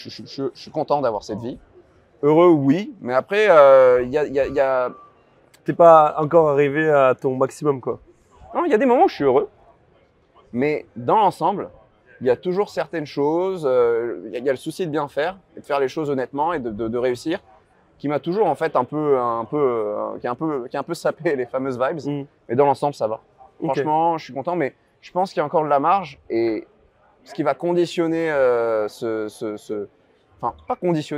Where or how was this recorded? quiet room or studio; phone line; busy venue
busy venue